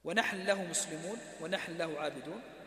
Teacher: إلا النون في لفظ نحن فإنها تدغم في اللام ولو كانت بعد ساكن